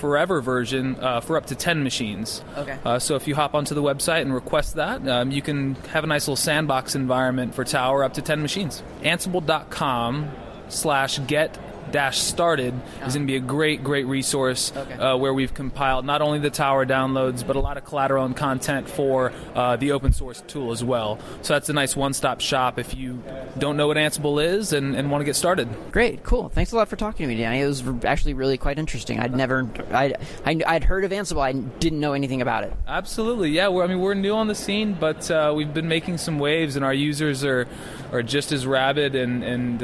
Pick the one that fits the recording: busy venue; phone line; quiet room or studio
busy venue